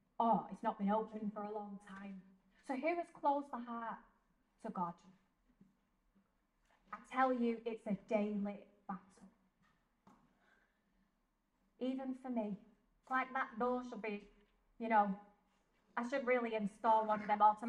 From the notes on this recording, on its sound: This episode is a live-talk given at the Blessed Sacrament Shrine in Liverpool on Monday 11th December 2023.